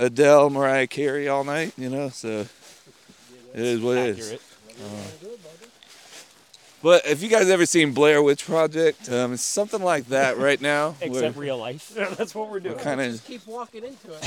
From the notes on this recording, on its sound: During our holiday break, most of us met up in North Carolina. Mic us up and take a night hike to a Yoga retreat. We crossed creeks, rocks, and discovered a ghost dog through the woods. Yes, we are breathing heavily, we were intoxicated, and yes it's a little chaotic.